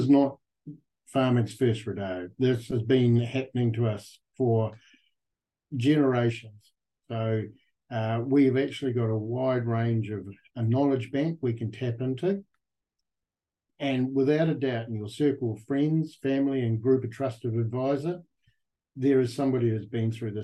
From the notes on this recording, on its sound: Recorded on the fourth Beef + Lamb New Zealand ‘Sow, Grow, Thrive’ webinar, 2 October 2023